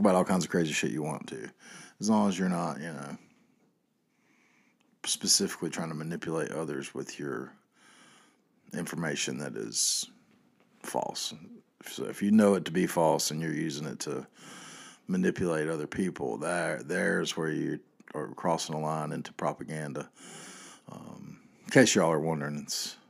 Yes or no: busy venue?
no